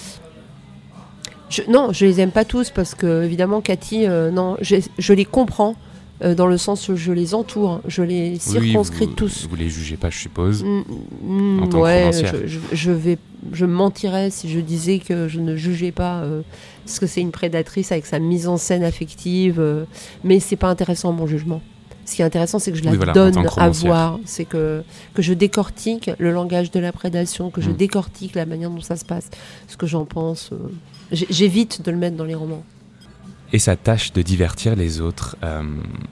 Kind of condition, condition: setting, busy venue